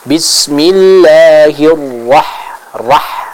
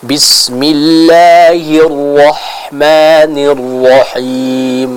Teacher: Yang tepat harus tetap dibaca dengan vokal huruf o, ya, pada huruf ra tersebut. · Shown in: second take · Jadi tidak boleh berubah jadi ra, tapi harus tetap ra seperti itu.